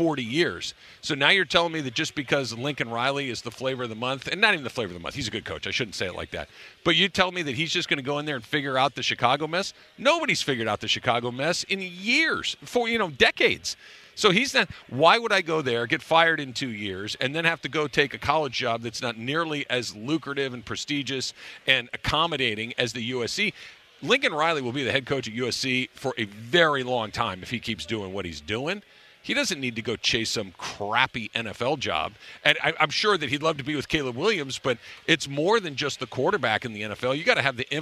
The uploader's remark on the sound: LIVE from LAKERS Media Day in EL Segundo!